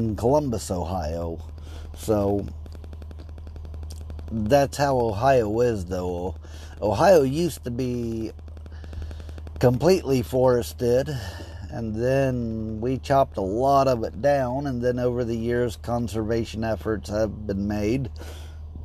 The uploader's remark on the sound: Just a quick podcast while sitting in my car and waiting.